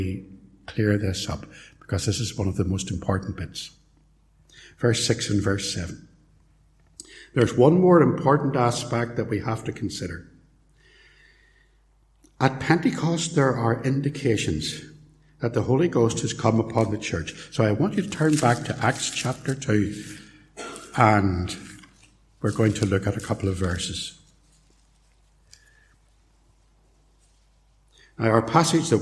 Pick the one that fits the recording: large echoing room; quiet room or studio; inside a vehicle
large echoing room